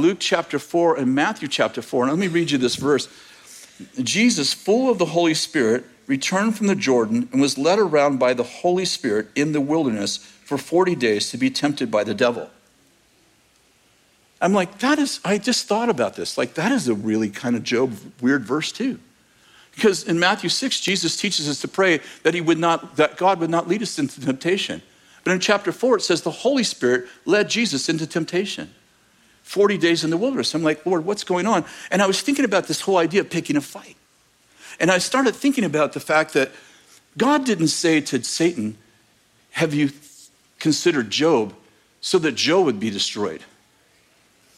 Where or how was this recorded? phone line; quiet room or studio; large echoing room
large echoing room